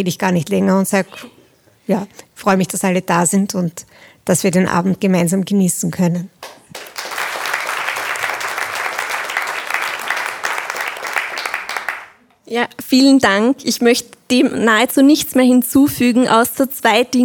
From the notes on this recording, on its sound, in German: Live vom „carpe diem LebensWEISE-Retreat. In diesem Spezial-Podcast vom „carpe diem LebensWEISE“-Retreat im Tiroler Bio- und Wellnessresort Stanglwirt. Vor Publikum.